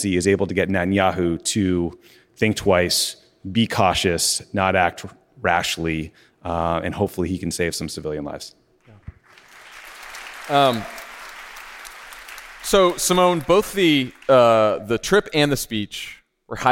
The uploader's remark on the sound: Live from DC! Live in Washington, DC!